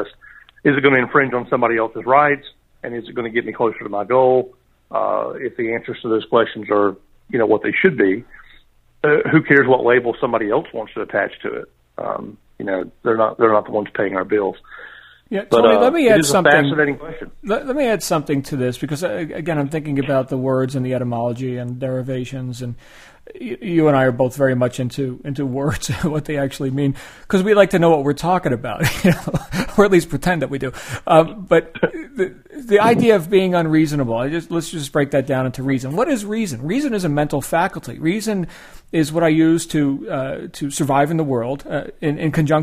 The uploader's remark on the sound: taken from a live conference call